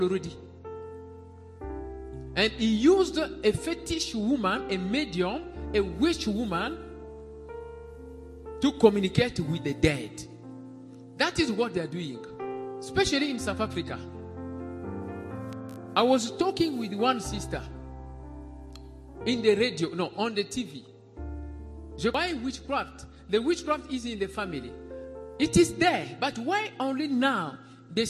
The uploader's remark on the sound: SUNDAY LIVE SERVICE